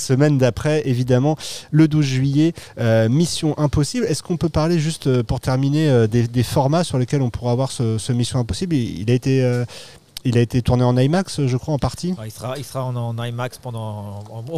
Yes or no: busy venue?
yes